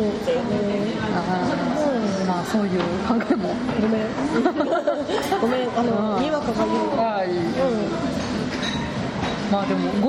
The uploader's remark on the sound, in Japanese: カフェバーでの収録の為、周囲の音入りまくりです。聞きづらくて申し訳ありません。